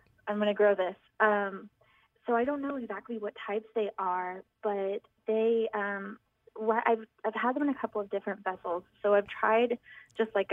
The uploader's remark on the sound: takes your phone calls